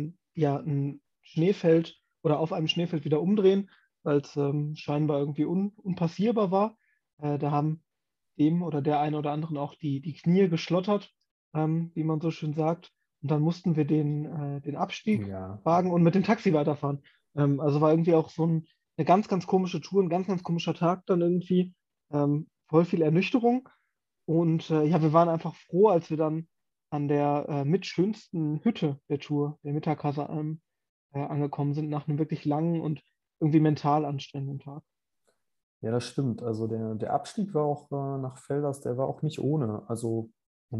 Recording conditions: video call